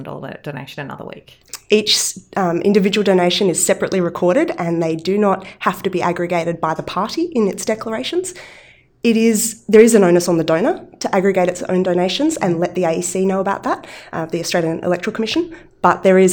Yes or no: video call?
no